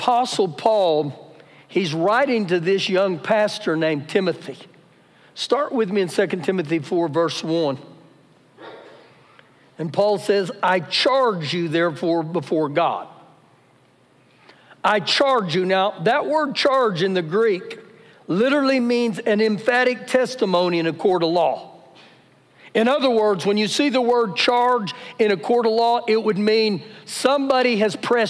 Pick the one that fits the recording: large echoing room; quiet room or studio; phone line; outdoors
large echoing room